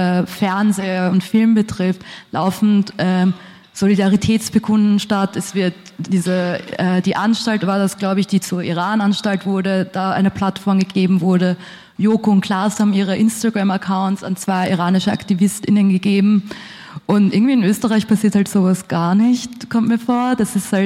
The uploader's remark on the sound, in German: Pölten bringt den Mitschnitt einer Veranstaltung der TangenteStadtprojekte vom 18. Im KulturheimNORD St.